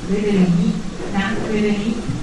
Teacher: 舌尖在前面弹两下